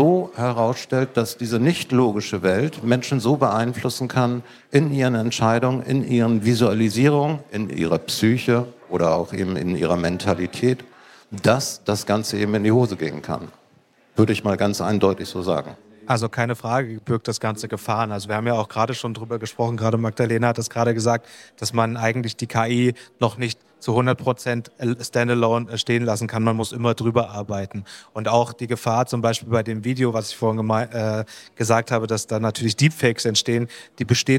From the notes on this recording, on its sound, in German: Ein Podcast live von der SEEK. Live Podcast produziert auf der SEEK Tradingshow.